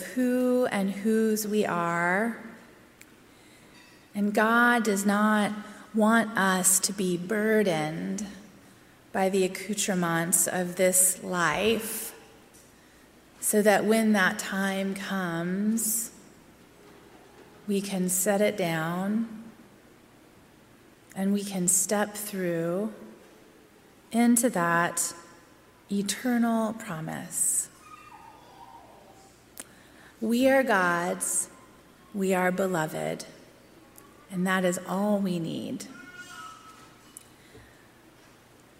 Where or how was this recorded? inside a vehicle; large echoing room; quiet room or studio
large echoing room